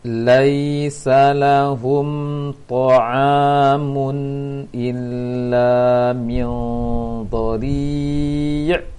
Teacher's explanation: yang panjang di sini ada tiga, a panjang, la panjang, ri panjang, yang lain pendek